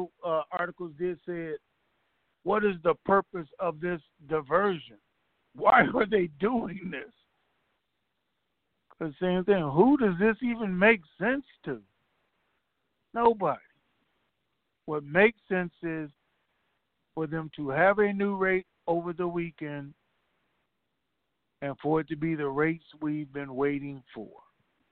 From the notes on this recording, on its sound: Conference Call